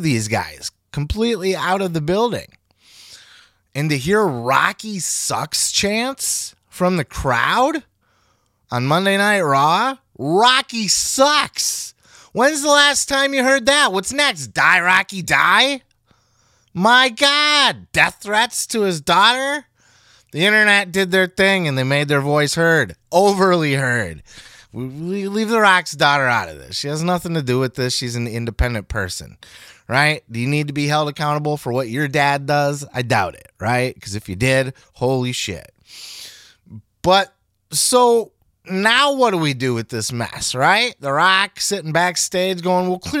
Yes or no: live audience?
no